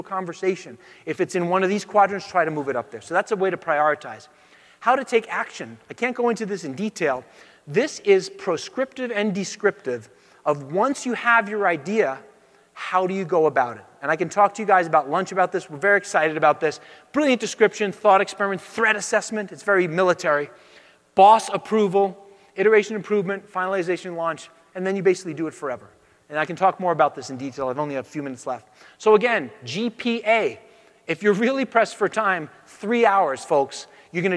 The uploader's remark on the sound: Talk at Autodesk University